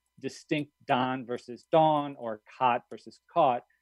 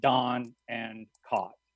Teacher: Increasingly in large parts of the country, they're sort of merged into a single vowel sound. · Shown in: second take